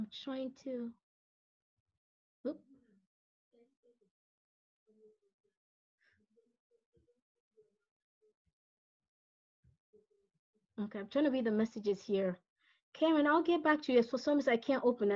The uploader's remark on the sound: This is the audio recording of a webinar I held on 3/25/2020.